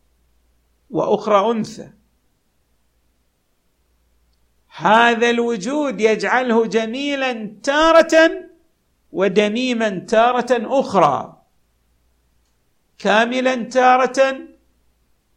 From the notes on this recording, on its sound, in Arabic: تسجيلات جامع الامام علي عليه السلام الأحساء المبرز